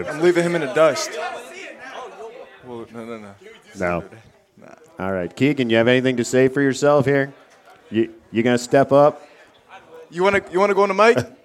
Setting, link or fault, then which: setting, busy venue